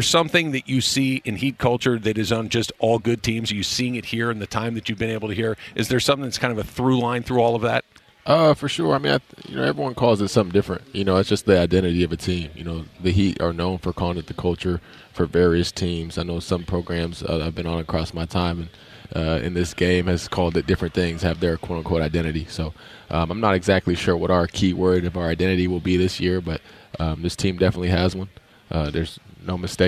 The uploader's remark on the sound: LIVE from Lakers Media Day in El Segundo!